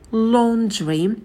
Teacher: сидим подольше на звуке л и далее долгий о.